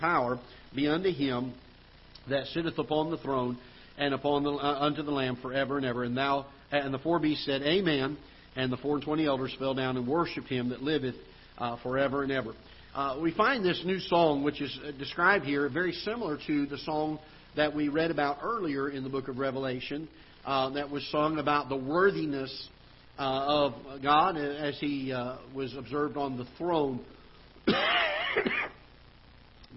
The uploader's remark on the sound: Ketha Heights Baptist Church ~ Live Broadcast